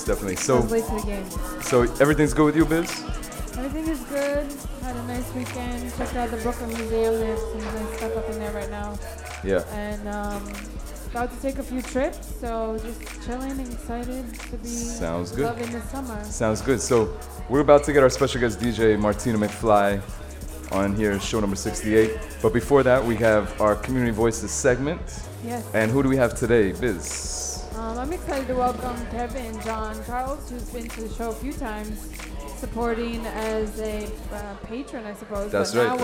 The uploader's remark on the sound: broadcast live on August 1, 2016 from the storefront of The Late Late Bar on Houston Street in New York City